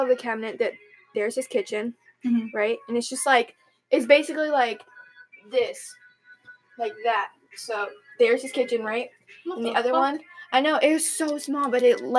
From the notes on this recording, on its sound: we only had 1 microphone so we had to make due.